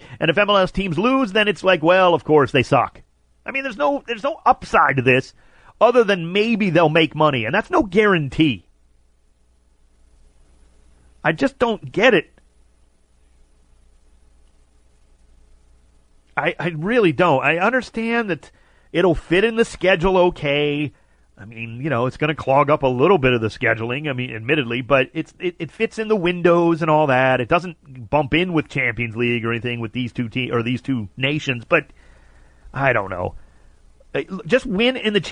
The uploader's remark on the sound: Calls.